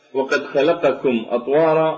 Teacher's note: القاف أعمق قليلا في أقصى الحنك من الكاف